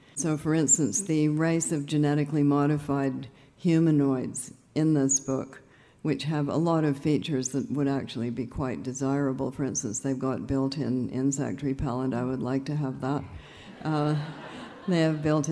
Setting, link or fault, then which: setting, live audience